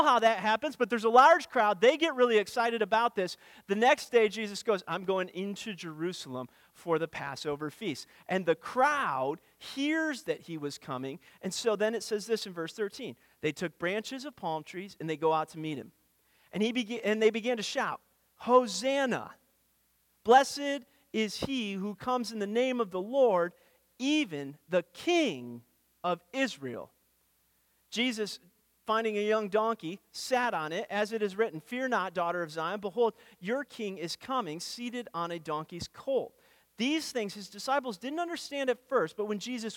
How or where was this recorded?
large echoing room